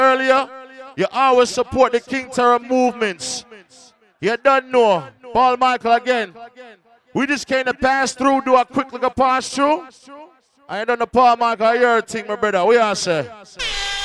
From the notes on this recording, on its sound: LIVE AUDIO FROM ISLAND SATURDAYS ON OCT 14TH.